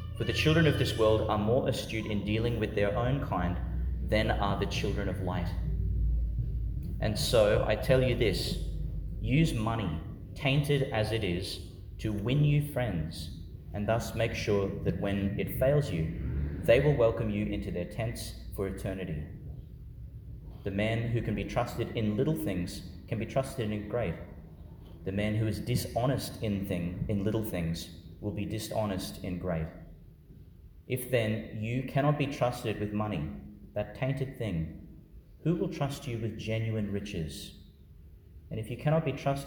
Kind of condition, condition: setting, large echoing room